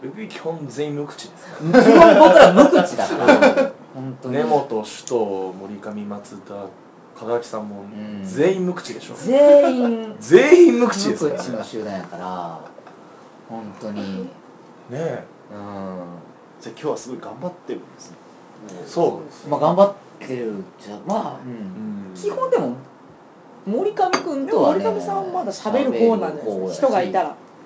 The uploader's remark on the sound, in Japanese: 忘年会がてら、京都・一乗寺の居酒屋「わや」にて収録。